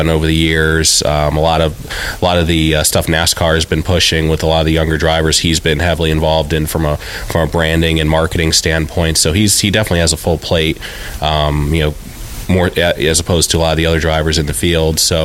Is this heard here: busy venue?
yes